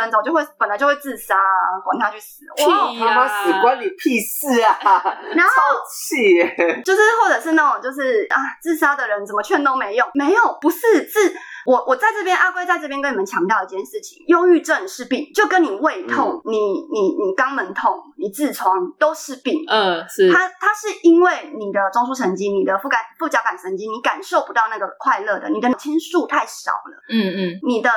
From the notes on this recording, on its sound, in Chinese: 本集音質不好